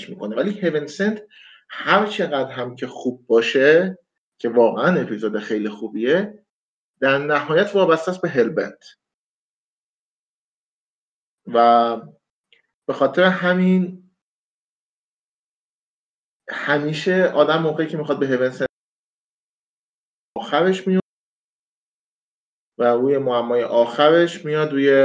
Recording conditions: video call